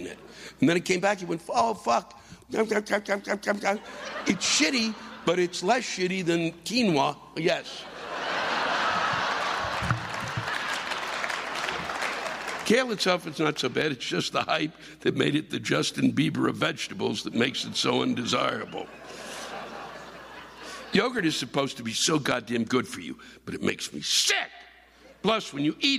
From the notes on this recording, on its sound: The live rants come from one of the classic Vaudeville venues in America, the Coronado Theater in Rockford, IL.